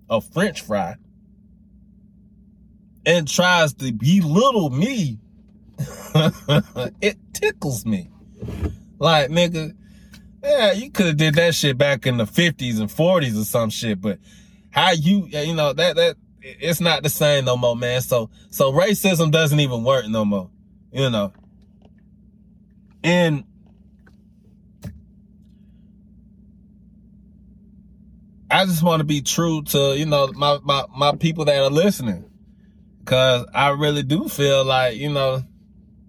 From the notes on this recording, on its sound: Driving while Thinking. While I was driving home.